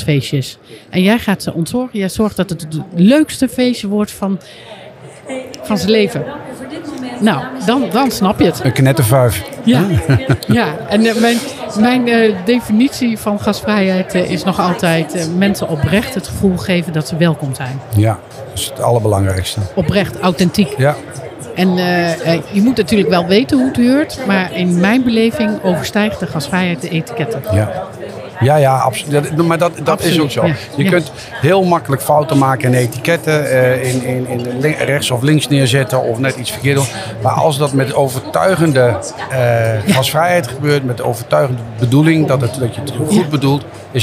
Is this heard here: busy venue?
yes